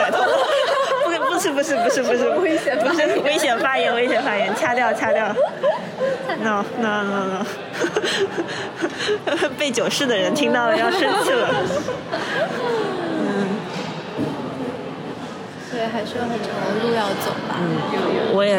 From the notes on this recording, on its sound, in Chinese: 今天我去参加西岸美术馆最新的常设展《万物的声音》的开幕式。与几位朋友，尤其是预展现场临时捕获的朋友们一同看展。